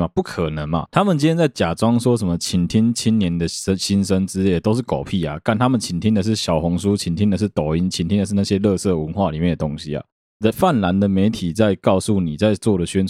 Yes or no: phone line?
no